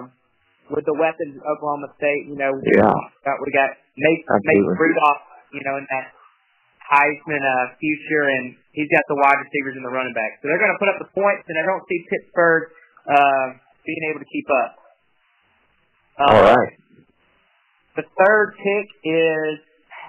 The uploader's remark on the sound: Audio Quality = Bad. Long distance phone call so we don't want to make your ears bleed.